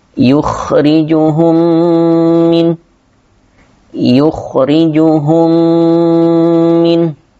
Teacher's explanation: ketika membaca mim sukun bertemu dengan mim maka hendak ditahan selama kurang lebih dua harokat · Term: idgham mithlan